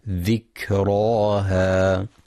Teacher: ينتبه القارئ لهمس وشدة الكاف